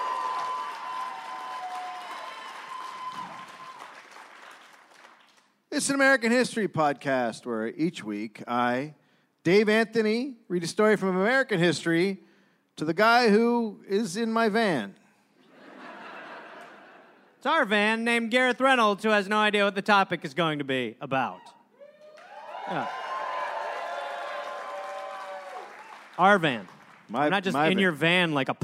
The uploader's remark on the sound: Recorded live in Michigan.